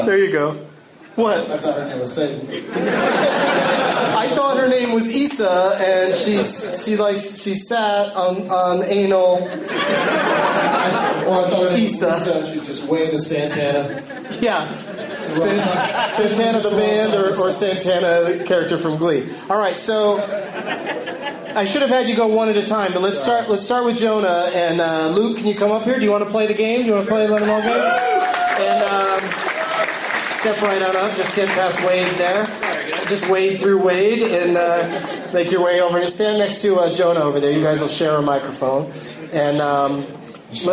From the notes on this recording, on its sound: audience members at Hyenas Comedy Club in Dallas, TX